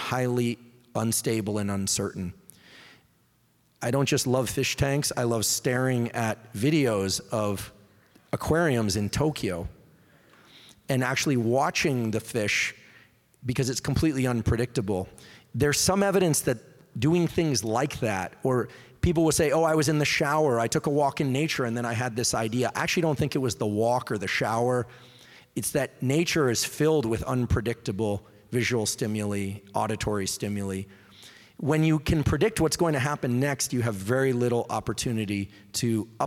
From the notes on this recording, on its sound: LIVE EVENT Q&A. Question & Answer in Seattle, WA.